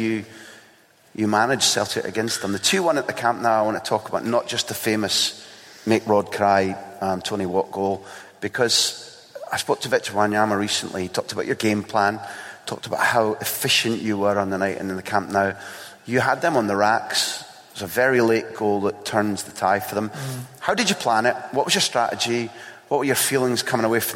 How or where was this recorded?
live audience